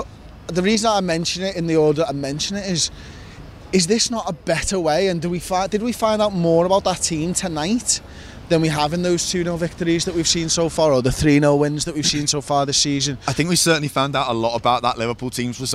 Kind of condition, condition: setting, outdoors